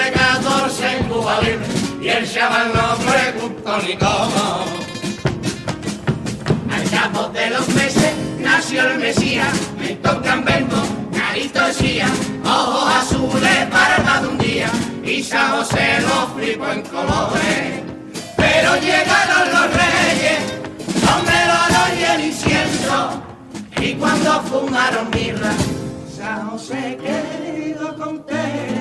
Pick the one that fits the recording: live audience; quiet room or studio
live audience